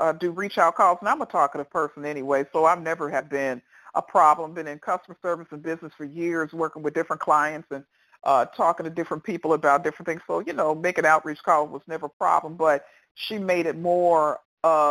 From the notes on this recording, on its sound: qualification from the 100 Pounders Phone Meeting, date unknown